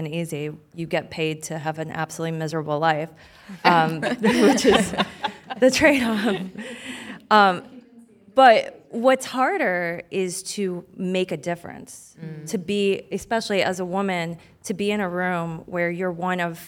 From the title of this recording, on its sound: LIVE! From the Chagrin Documentary Film Festival